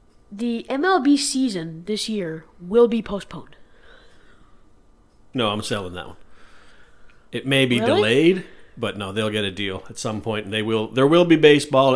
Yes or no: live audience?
no